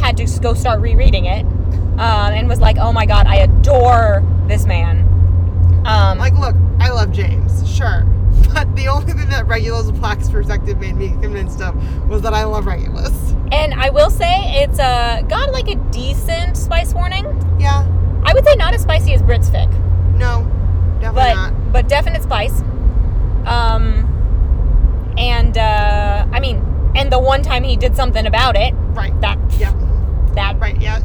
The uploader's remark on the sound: Car-cast (On The Road Home From New England Wizard Fest). In another chaotic episode from the car (with more driving interjections).